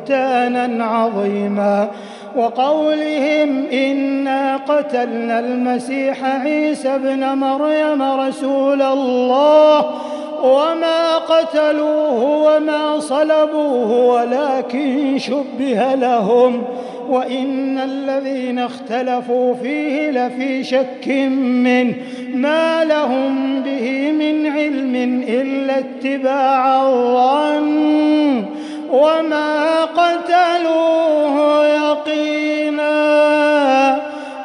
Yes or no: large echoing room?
yes